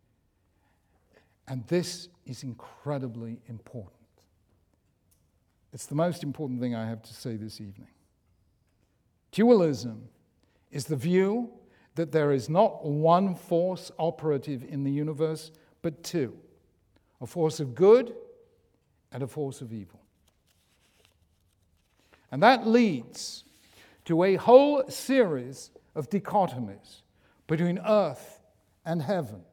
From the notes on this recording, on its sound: In this public lecture